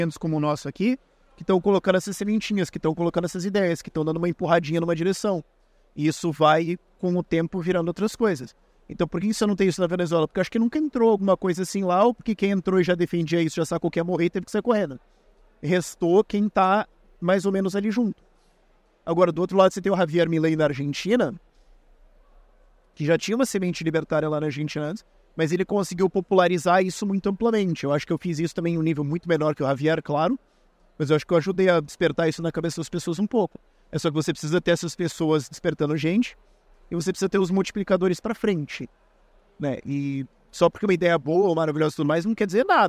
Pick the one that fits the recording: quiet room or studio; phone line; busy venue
busy venue